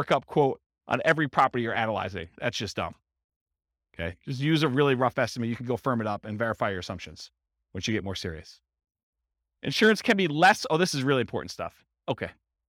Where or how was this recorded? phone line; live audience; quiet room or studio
live audience